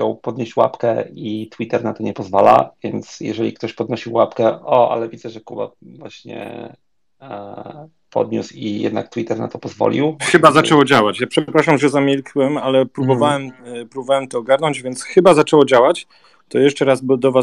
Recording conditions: video call